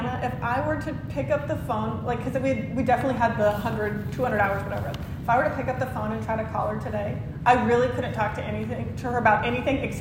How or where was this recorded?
large echoing room